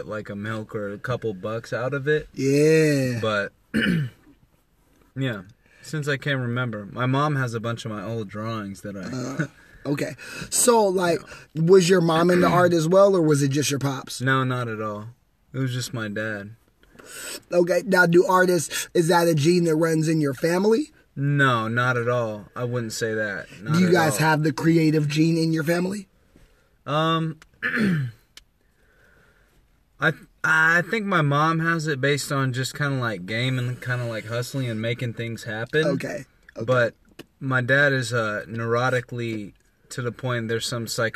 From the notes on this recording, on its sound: Recording from his truck. In Indianapolis, Indiana.